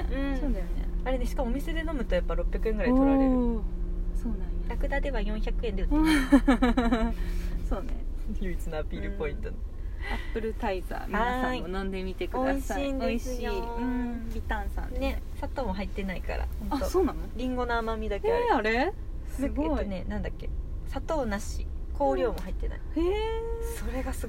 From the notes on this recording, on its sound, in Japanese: 収録 from Radiotalk。カースタジオでの収録ですん。